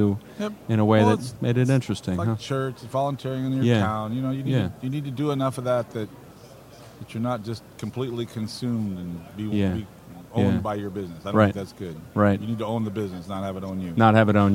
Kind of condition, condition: setting, busy venue